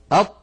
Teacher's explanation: كما أن الطاء حرف شديد، يعني لا يجري معه الصوت، لأنه من حروف أجد قط بكت، أجد قط بكت، فالطاء لا يجري معها لا نفس ولا صوت · تجدون بأن المخرج ينقفل انقفالا تاما. الطاء حرف مستعل، يعني عندما ننطقه ينضغط صوته إلى قبة الحنك، إلى سقف الحلق، فيتصعد الصوت ويصطدم بقبة الحنك بسقف الحلق، ويعود الصوت وله رنين مفخما.